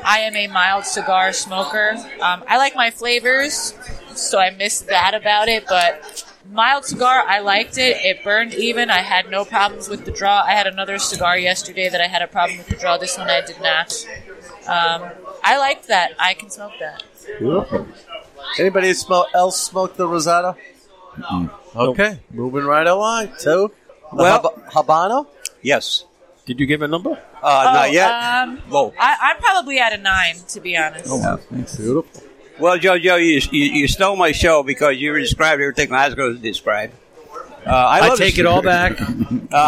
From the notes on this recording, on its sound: Find ourselves at Grumpy’s to record for the second week in a row. We are two days in to Hackapalooza 6.0 and find ourselves at Grumpy’s to record for the second week in a row. Grumpy’s Cigars & Lounge; Hudson NH.